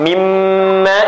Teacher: Asal kalimatnya, min plus ma. Anda baca jadi idgham bi ghunnah, nun ketemu dengan mim